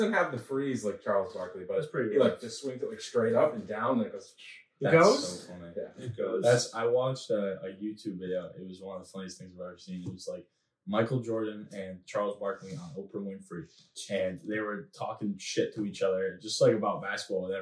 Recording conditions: poor sound quality